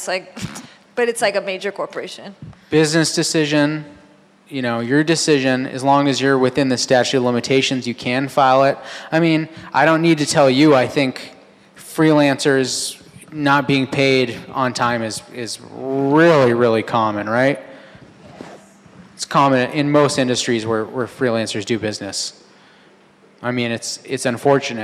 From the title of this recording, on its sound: live recording